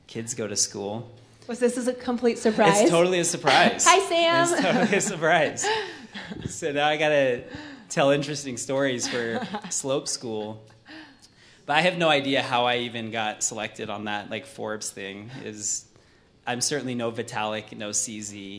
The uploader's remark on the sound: He came to Silicon Slopes HQ in jeans and Jordan’s. Joined us on stage for Silicon Slopes Conversations Friday, November 4, 2022.